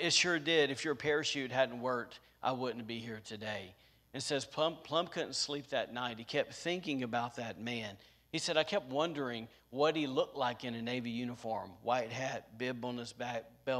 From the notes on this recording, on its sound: was recorded on Sunday, November 21st, 2021, during service at The Anchor Church in Rockport, Maine.